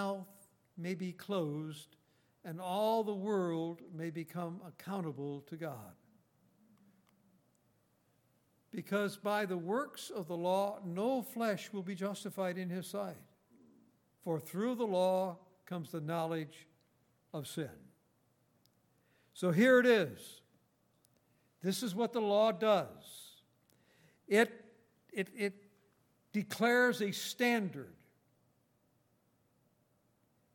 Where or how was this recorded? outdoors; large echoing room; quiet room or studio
large echoing room